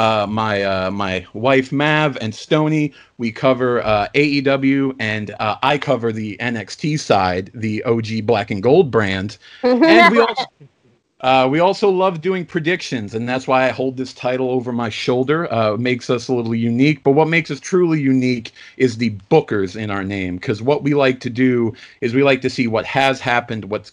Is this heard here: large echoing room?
no